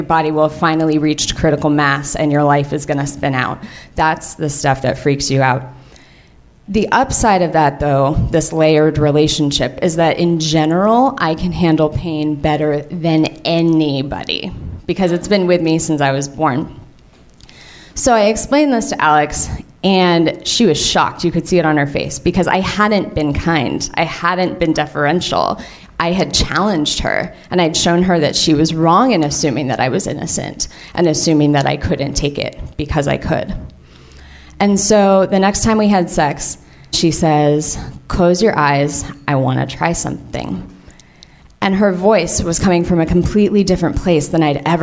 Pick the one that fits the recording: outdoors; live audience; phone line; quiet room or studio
live audience